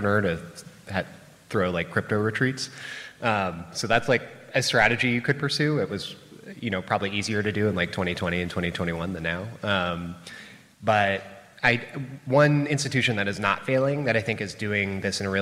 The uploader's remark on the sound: This special live episode of the podcast was recorded on stage at SXSW EDU 2023 in Austin, Texas.